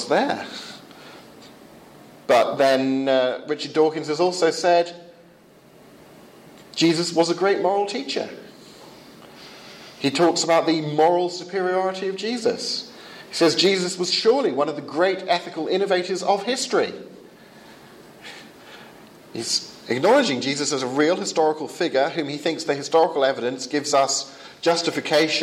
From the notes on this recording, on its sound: Lecture delivered at the 2015 Euroepan Leadership Forum in Wisla, Poland.